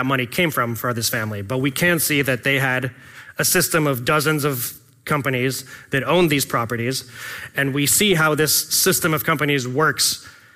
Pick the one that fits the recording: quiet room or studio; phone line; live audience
live audience